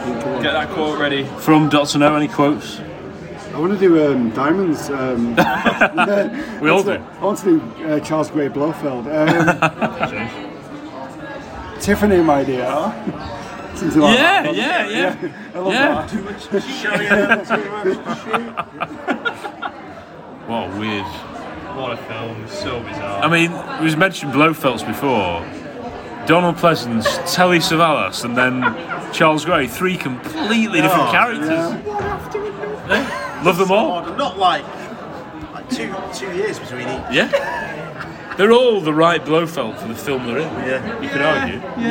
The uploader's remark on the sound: Live from the Robert Shaw. Located in northern England, the Wetherspoons honours the town's greatest son.